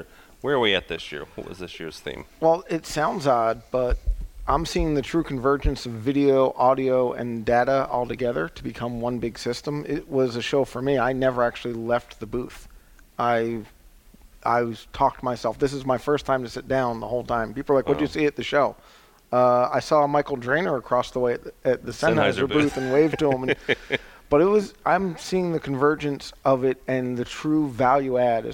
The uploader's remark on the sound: our conversation from the InfoComm 2013 floor (well, close enough tot the floor)